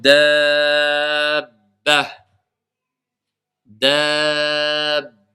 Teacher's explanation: la voyelle longue qui précède une lettre renforcée va faire que la prolongation devra être de 6 temps · Une voyelle longue suivie d'une consonne renforcée, que ce soit en situation de liaison ou de pause. · Term: Al-maddul lazim